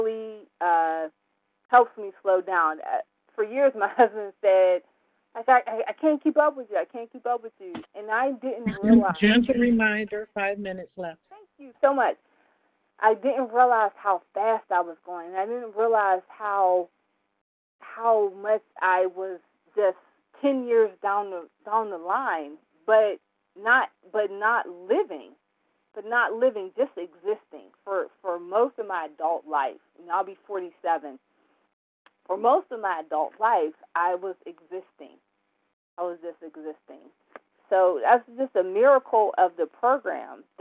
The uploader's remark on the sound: 100 Pounders Phone Meeting